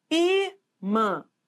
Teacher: Então, o I é forte, então é uma paroxítona · Term: sílaba tônica